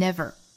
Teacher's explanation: 美音是要发出这个卷舌音的像 never